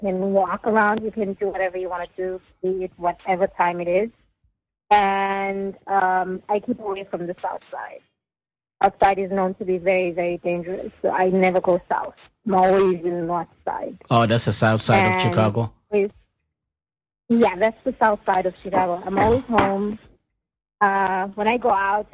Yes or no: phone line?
yes